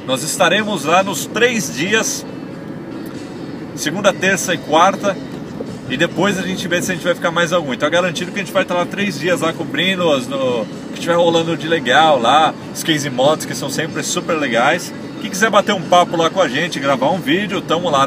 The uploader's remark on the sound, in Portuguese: Webcast #36 gravado e Campus Party 2013!